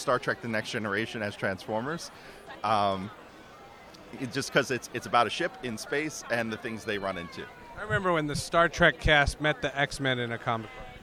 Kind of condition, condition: setting, busy venue